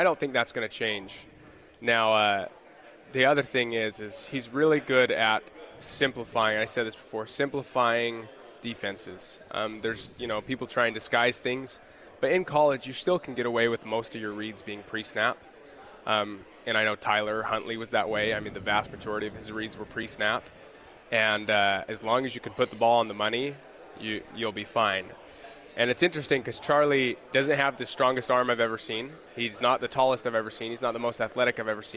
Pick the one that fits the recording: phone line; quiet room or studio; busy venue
busy venue